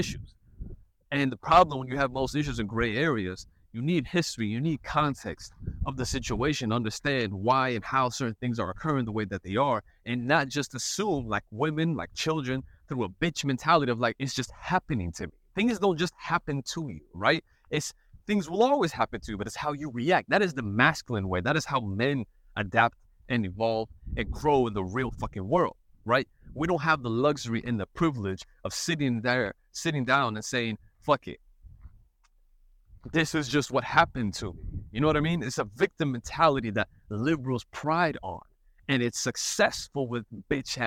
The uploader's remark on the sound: An old school type podcast episode outside, enjoying nature, and as the wind blows so does the cigar smoke.